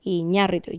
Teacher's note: His name is Iñárritu, with the stress on the A. Iñárritu. You have to do the bobbing of the head on that syllable to get it right.